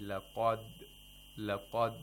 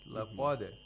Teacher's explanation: We have a dal with qalqala. So we have to allow the sound of dal to come back, to bounce back. · Shown in: second take · And we should not trap the articulators in the place of articulation of dal.